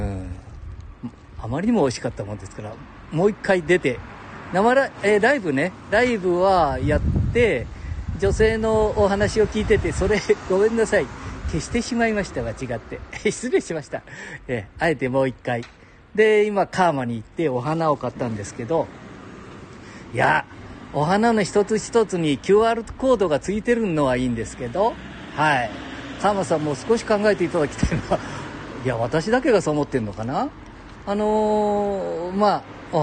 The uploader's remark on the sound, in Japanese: 街さんぽ LIVE